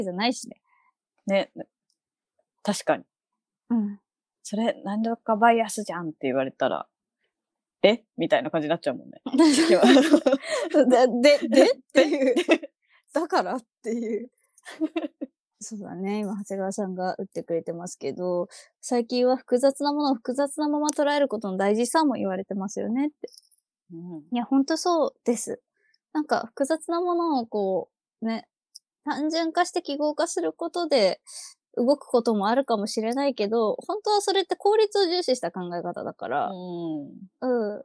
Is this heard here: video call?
yes